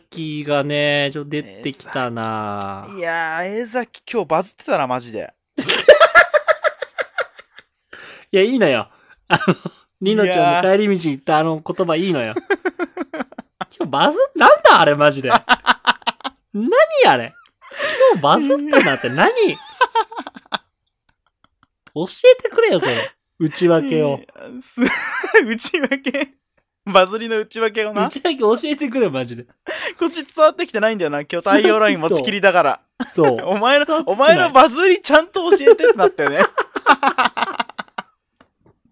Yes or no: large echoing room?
no